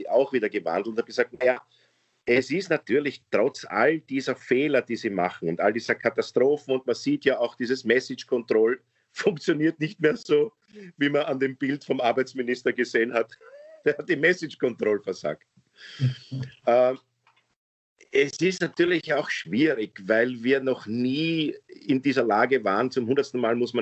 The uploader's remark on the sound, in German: Aufzeichnung einer ZOOM Session vom Montag, 8.